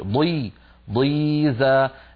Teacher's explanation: بينما لو أخذنا مثلا ضاد مكسورة مثل ضيزة، مع كونها مكسورة بقيت الضاد صوتها قوي · Term: الإطباق